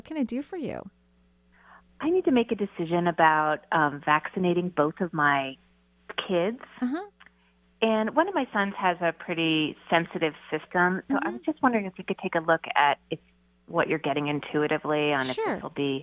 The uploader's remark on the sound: Enjoy this call in show